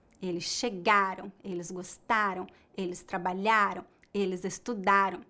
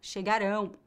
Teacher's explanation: Note que a sílaba tônica é a penúltima e as letras AM no final são pronunciadas como ão, mas é uma pronúncia fraca. · Shown in: first take